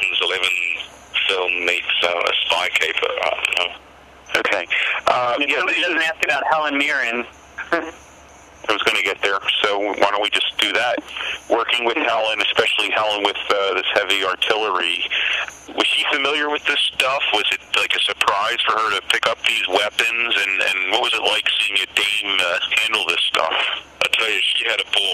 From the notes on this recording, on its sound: This is a recording of a conference call